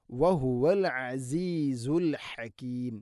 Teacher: ഐനും ഹാഉം തൊണ്ടയുടെ മധ്യഭാഗമാണ് മഖ്റജ്